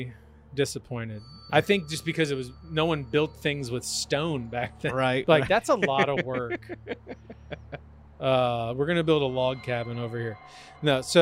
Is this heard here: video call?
no